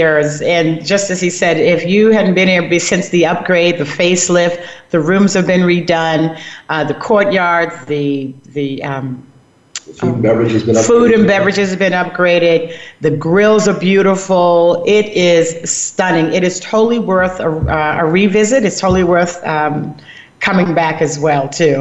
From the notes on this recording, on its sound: Broadcast Live from Hedonism Resort, Negril, Jamaica. Bring you all of the fun happenings at Hedonism Resort this week as they celebrate their 38th Anniversary with a lavish Gala.